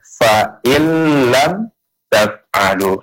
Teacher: tapi ketika pelafalan nun itu menjadi hilang. Melebur dia, tapi enggak pakai dengung. · Term: Idgham bila gunnah